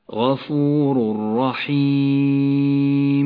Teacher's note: موقع الغنة الإدغام بلا غنة في قوله تعالى والله غفور رحيم يسقط التنوين من اللفظ وتشدد الراء التي بعده